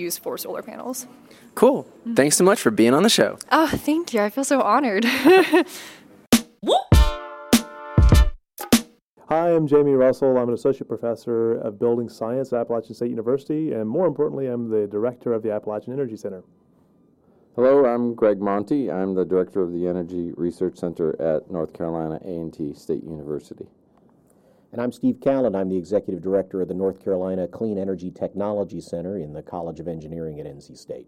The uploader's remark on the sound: Live at the Appalachian Energy Summit. We are live in the mountains of Boone, NC for the Appalachian Energy Summit, hosted by Appalachian State University.